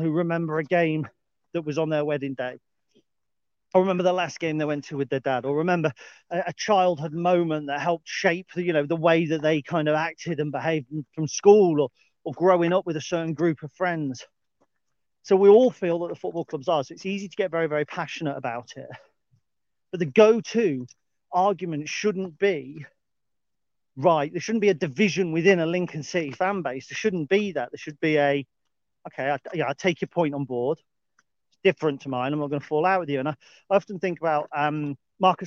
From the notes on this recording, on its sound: A brief dog walk chat